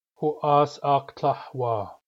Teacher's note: whereas huas aktlah has a glottal stop at the beginning of aktlah, klul klul aktlah does not